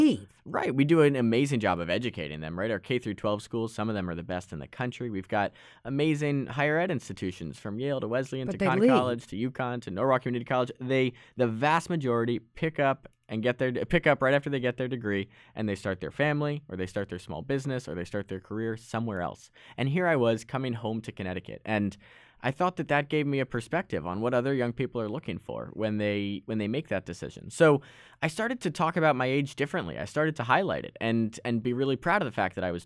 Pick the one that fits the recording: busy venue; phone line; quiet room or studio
quiet room or studio